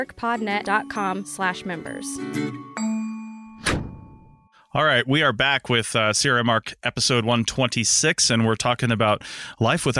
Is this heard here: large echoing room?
no